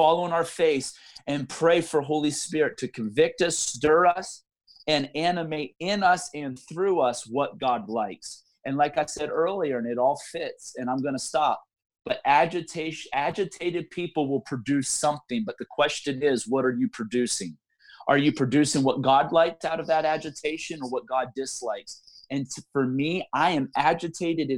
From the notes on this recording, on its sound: Location: Zoom Convocation. We’re doing zoom Conversation.